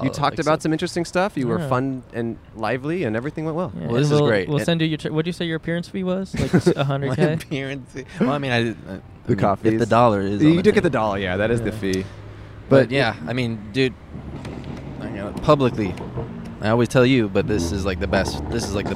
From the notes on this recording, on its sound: Recorded on Brand Blvd in Glendale, CA.